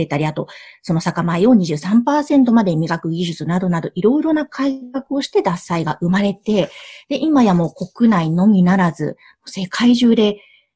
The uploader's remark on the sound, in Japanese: Zoom・オンラインでインタビューをさせて頂きました。